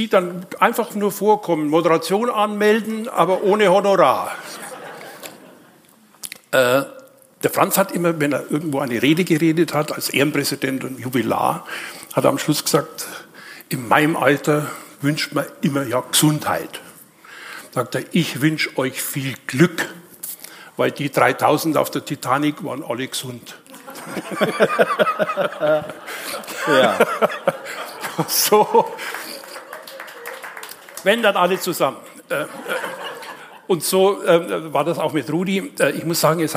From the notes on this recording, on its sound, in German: LIVE in der LVZ Kuppel.